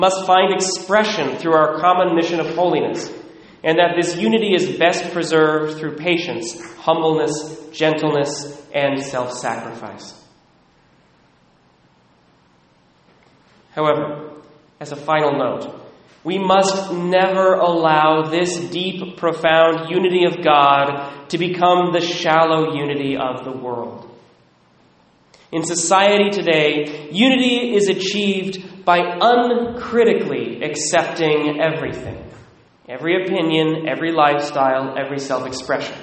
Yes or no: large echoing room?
yes